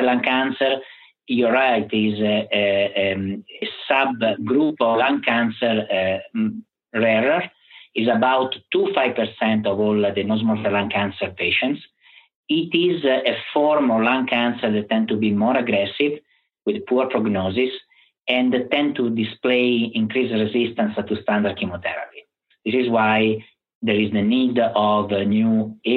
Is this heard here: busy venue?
no